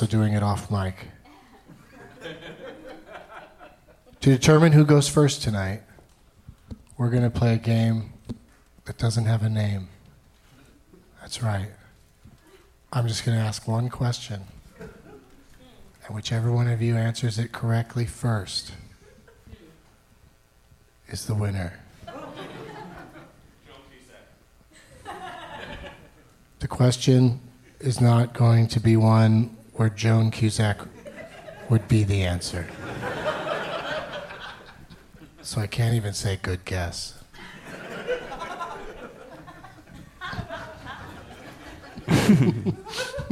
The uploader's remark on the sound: Live from Largo in LA